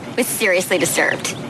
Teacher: if you pay close attention to the words sweater and disturbed, you'll really hear the creak